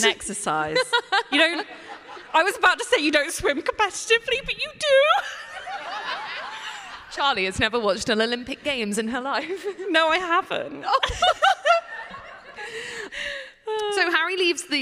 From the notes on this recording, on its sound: LIVE FROM LEAKYCON! Including the Leakycon staff who LET US DO IT LIVE AT LEAKYCON!